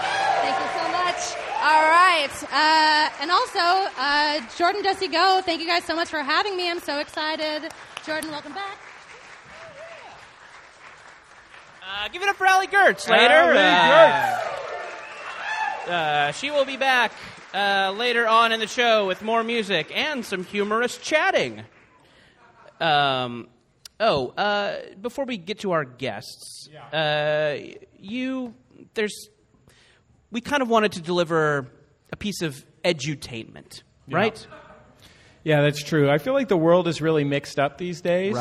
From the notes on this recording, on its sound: On stage at the Angel City Brewery in a very hot room in downtown Los Angeles for the final show of the Summer Boys of Summer Tour.